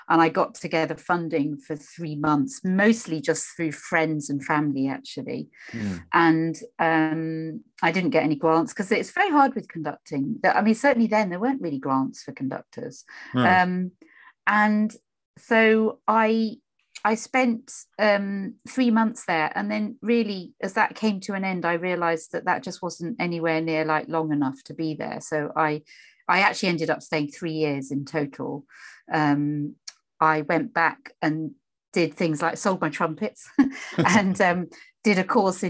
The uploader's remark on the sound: This interview was recorded on 20th December 2021 via Zoom.